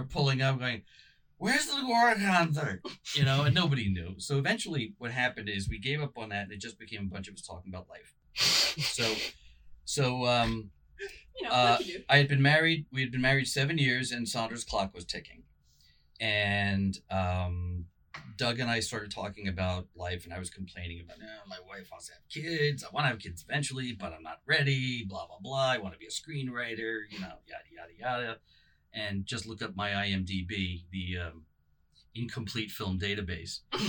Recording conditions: poor microphone